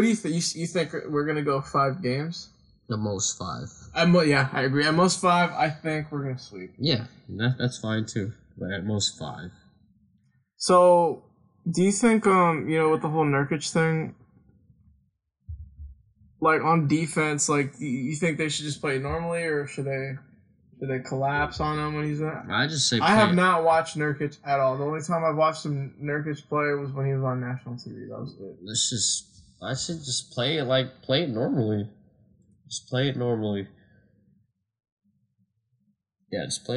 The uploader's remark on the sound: some technical difficulties were on this episode